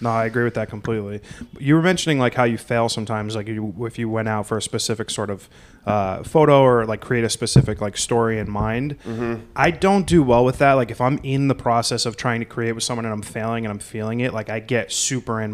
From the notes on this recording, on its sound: Live from The Lower Draw in Manhattan. Sat down for an in person live podcast recording.